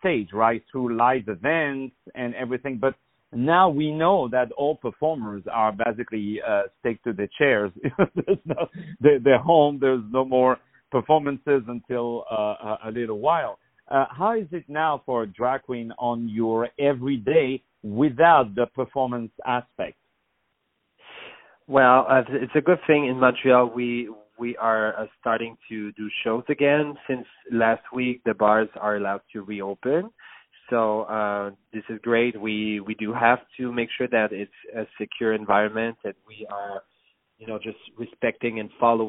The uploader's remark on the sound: On the phone